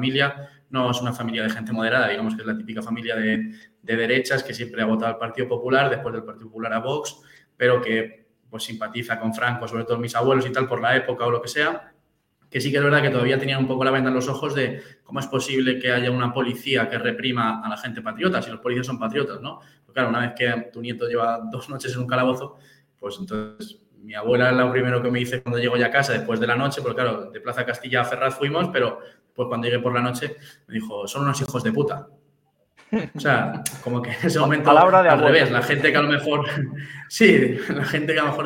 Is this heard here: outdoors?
no